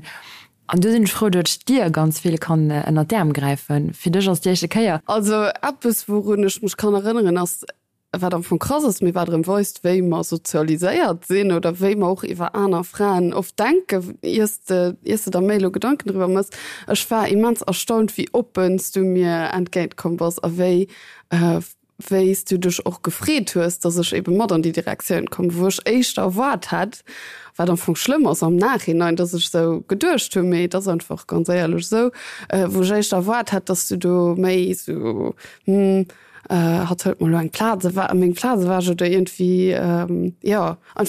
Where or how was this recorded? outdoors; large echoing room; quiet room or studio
quiet room or studio